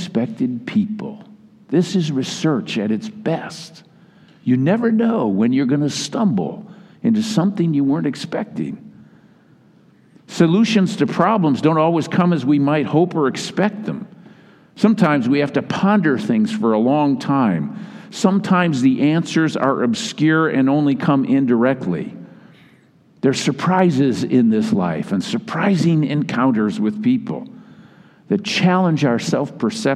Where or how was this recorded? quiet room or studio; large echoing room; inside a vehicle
large echoing room